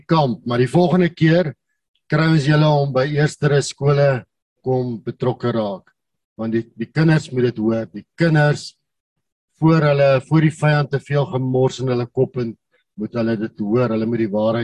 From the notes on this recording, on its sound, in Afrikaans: Manne van die Woord Zoom Byeenkoms 31 Mei 2022.